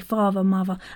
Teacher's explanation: So your THs often become like a V, like father, mother. Yeah, you don't say mother, father. · Term: TH becomes a V